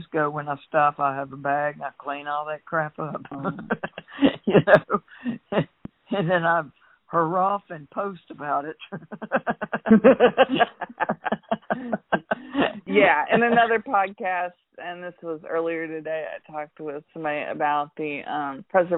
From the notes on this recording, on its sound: Had a fun phone conversation